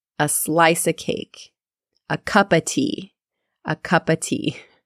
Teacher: of is often reduced to simply a · Often you can't hear of, we just say a slice of cake, a cup of tea, a cup of tea.